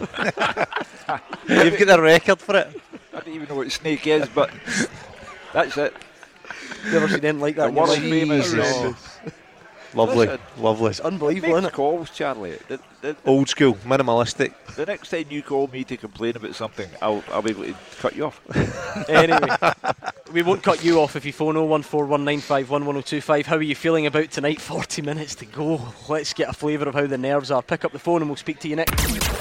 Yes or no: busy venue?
yes